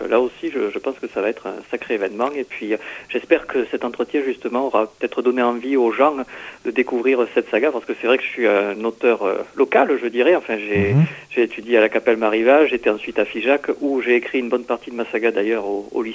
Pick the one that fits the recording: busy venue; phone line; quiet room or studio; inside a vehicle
phone line